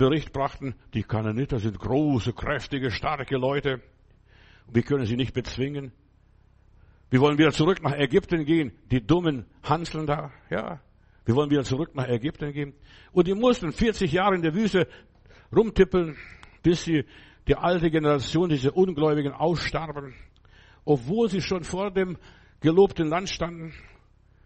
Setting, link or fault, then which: setting, large echoing room